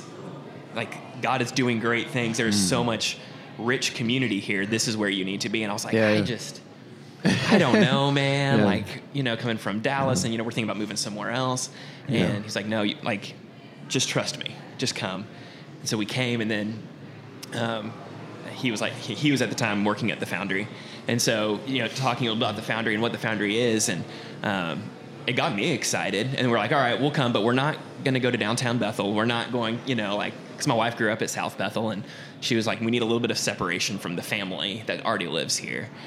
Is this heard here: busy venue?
yes